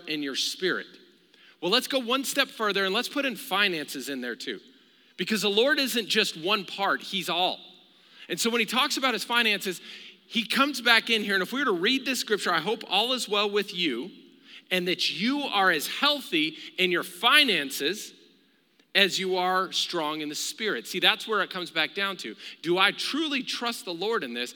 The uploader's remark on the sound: Recorded live during our Wednesday night service